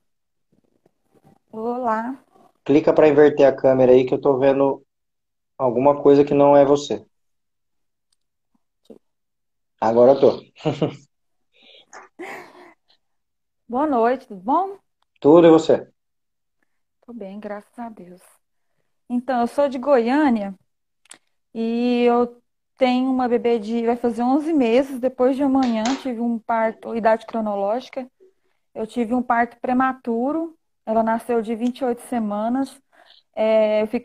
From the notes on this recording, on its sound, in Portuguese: Esse podcast é uma live de perguntas e respostas realizada no Instagram